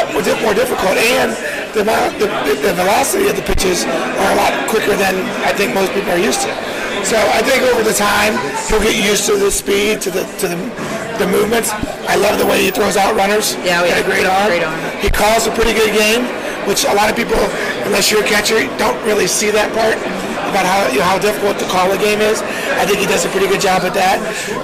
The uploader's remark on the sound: A Mint Pros Stadium Suite Event. Meeting fans at Yankee Stadium.